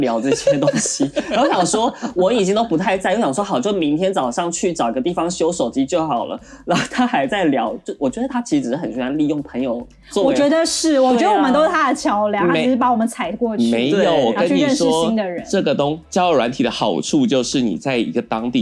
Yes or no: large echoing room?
no